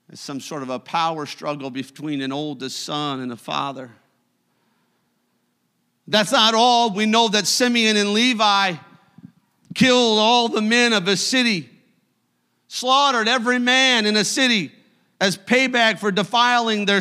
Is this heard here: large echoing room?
yes